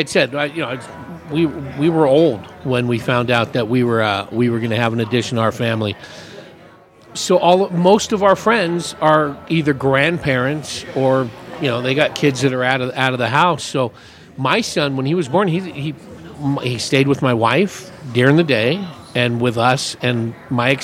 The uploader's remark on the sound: Recorded at The Raven Café in Prescott. Recorded at The Raven Café in Prescott.